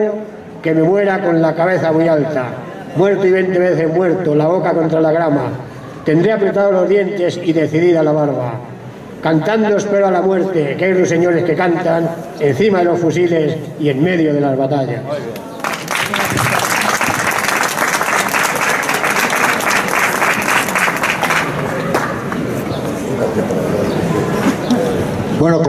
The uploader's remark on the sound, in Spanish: El audio de la ceremonia de entrega de los premios y diplomas. Organizado por la Asamblea por la República de Leganés.